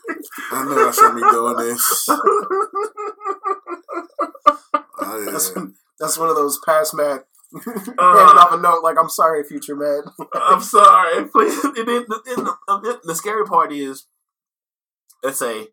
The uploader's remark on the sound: The sound this week is not our usual quality please excuse us